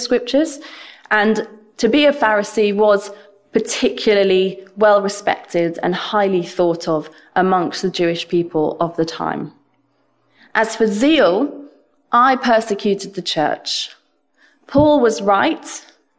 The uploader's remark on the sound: This sermon was preached at Welcome Baptist Church on Sunday 30th January 2022.